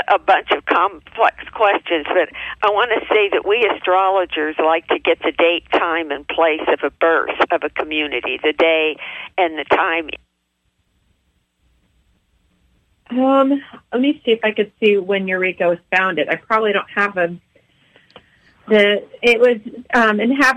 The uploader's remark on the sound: OUR Show this week is a live call-in